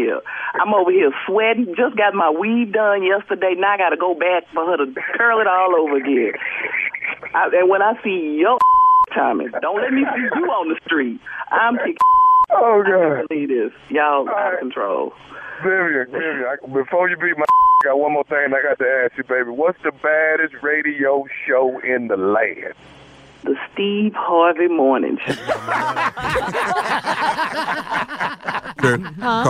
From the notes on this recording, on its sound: Makes a phone call to get a dress and makes the lady on the other end uncomfortable.